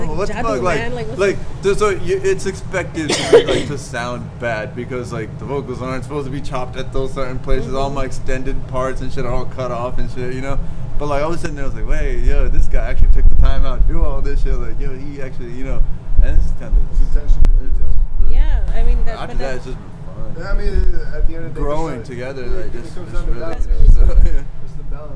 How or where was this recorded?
outdoors